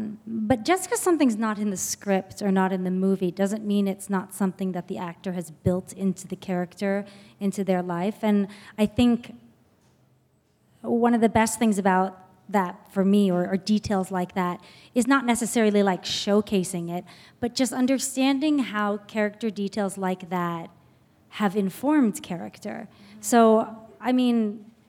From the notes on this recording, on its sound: Live from TIFF! Live from the Toronto International Film Festival.